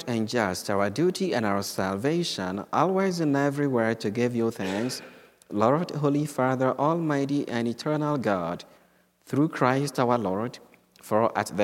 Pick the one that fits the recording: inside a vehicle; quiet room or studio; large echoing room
large echoing room